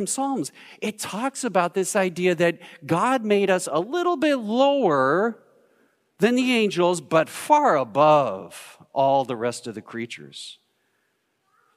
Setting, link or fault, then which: setting, large echoing room